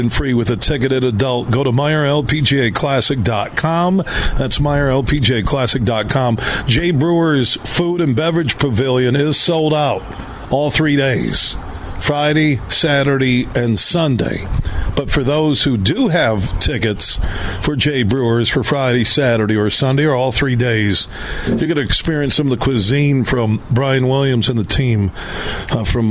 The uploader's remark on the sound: It's day 2 of us broadcasting live from the Blythefield Country Club which is home to the Meijer LPGA Classic for Simply Give.